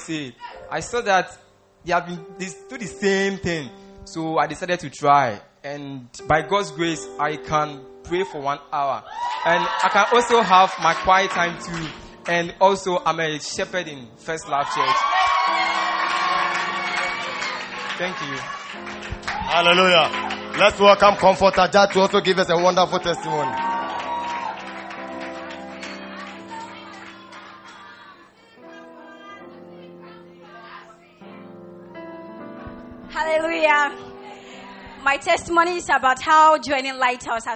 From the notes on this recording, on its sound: Preached at the First Love Church, UPSA